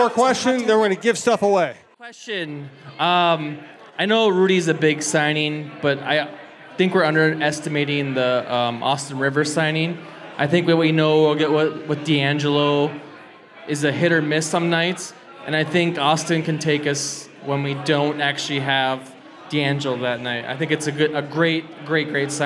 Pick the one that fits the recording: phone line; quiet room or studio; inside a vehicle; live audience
live audience